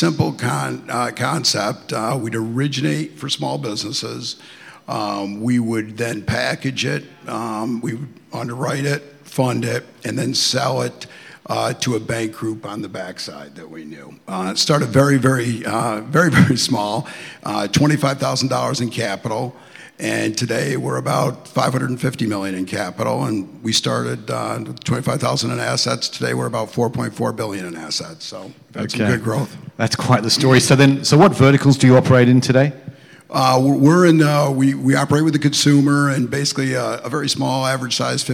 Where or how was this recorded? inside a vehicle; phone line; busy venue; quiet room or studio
busy venue